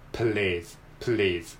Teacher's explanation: L の音は、えー、舌先を上の歯の後ろに、えー、くっつけて「ううう」こういう感じで L を発音します